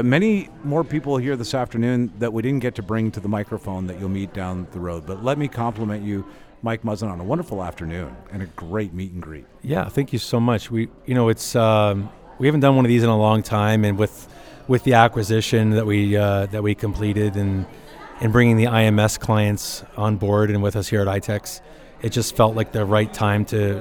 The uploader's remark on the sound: LIVE from the ITEX Canada Meet & Greet